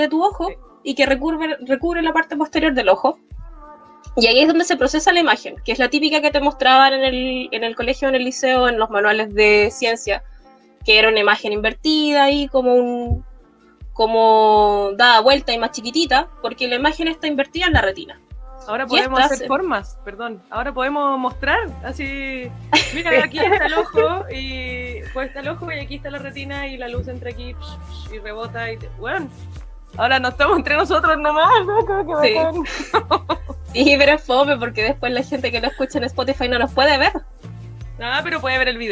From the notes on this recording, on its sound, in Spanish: Y na po, es como estar en mi dormitorio porque ESO ES AÚN. Los audios se siguen cortando a ratos, la interferencia a veces, el colapso del Internet, TODO SIGUE IGUAL EN LA PANDEMIA.